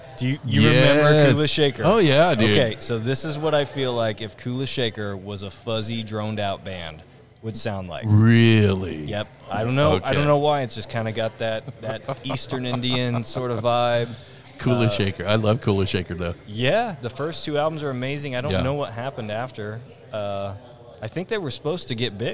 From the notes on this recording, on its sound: Live from The Goat Brewing Company in Lee's Summit, MO